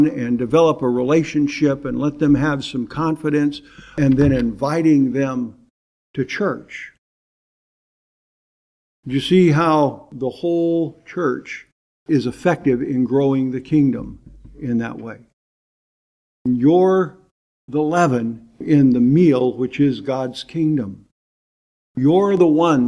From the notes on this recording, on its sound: preached in 2018 at Bethel PBC in Calabash, NC